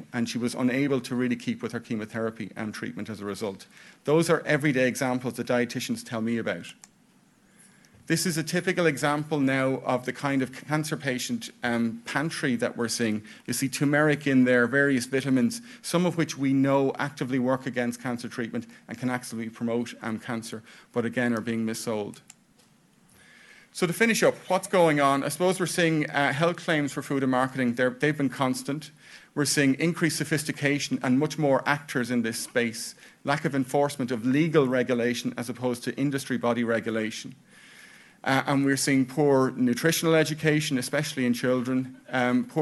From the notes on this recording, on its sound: This podcast is taken from a recording symposium on hosted by safe food at the 2019 Federation of European Nutrition Societies conference. This podcast is taken from a recording symposium on hosted by safe food at the 2019 Federation of European Nutrition Societies conference.